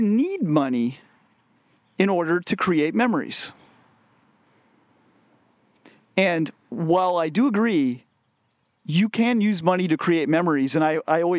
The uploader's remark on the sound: Recorded while on a family camping trip in the Black Hills of South Dakota.